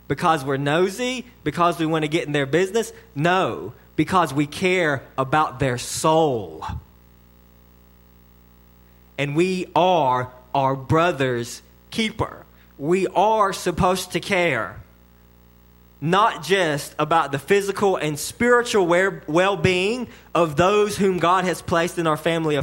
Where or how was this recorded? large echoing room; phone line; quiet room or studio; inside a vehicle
large echoing room